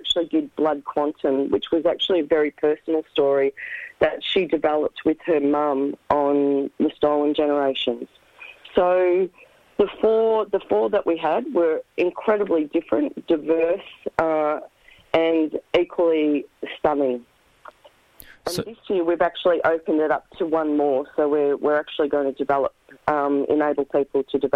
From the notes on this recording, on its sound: phones